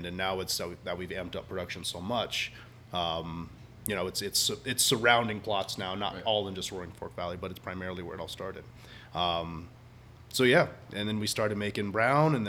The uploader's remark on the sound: Live from Delilah’s